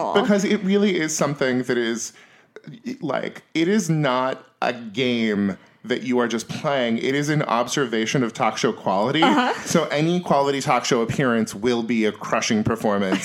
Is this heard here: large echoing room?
no